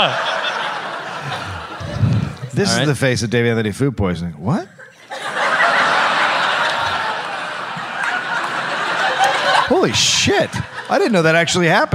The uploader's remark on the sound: (Live in SF). Recorded live at Marines Memorial Theater.